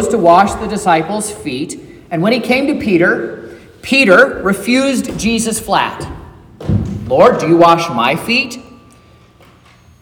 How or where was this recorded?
large echoing room